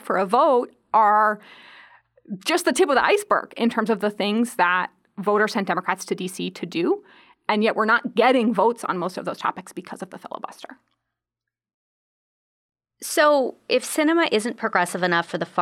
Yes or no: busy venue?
no